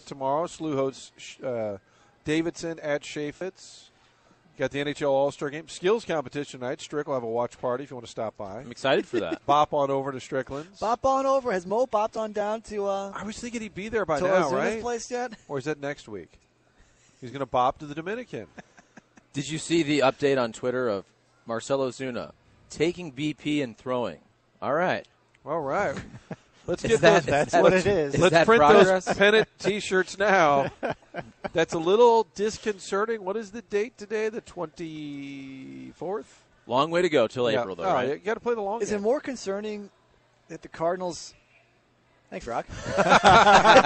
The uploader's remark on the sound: broadcasting live from Schnucks in Arnold